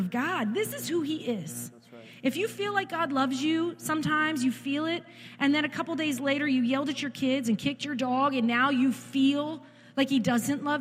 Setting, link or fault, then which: setting, large echoing room